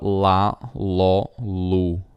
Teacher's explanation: L, questo suono una L scura potremmo dire. Prima delle consonanti, delle vocali che sono prodotte nel retro, nella parte posteriore della bocca, che sono A o U